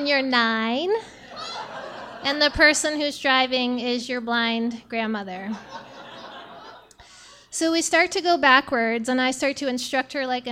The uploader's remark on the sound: Our final slam this season was themed "DIY," held at New City Brewery in Easthampton. The audience vote gave us a tie for the very first time.